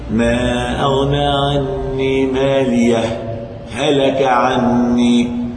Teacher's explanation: اذا سكت على هاء الاولى وجب اظهارها · Term: السكت